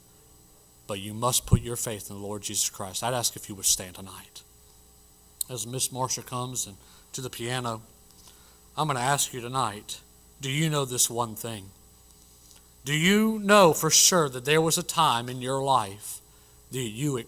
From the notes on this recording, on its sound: Originally preached at the White Horse Heights Baptist Church in Greenville SC on June 7, 2023